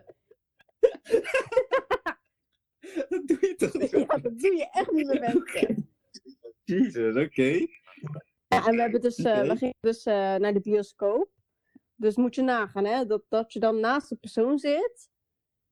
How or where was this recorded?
video call